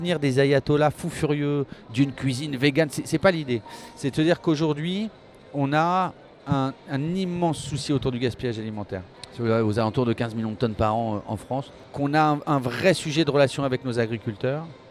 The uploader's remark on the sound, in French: En direct du Smahrt 2024